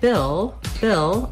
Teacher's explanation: I just basically go right from that I sound into my L sound. I don't have to do anything special for that L.